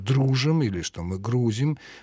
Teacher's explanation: тенденции к переходу ударений в глаголах с окончания на основу, в данном случае на корень